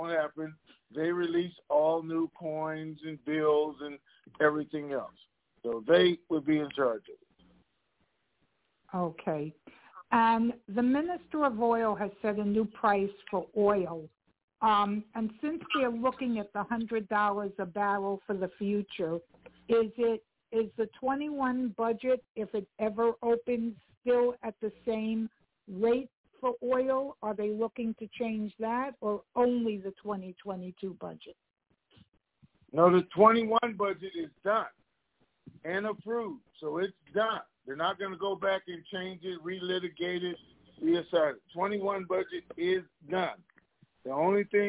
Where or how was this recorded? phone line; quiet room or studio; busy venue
phone line